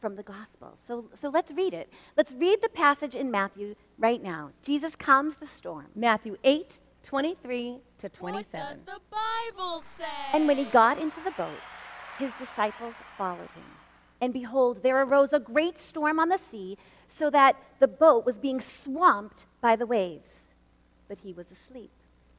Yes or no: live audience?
yes